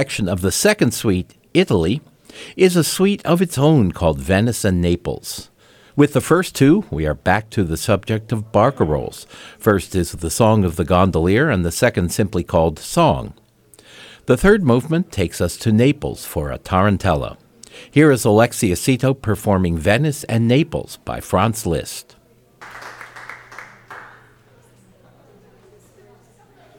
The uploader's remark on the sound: performs in the ballroom of the Phelps Mansion Museum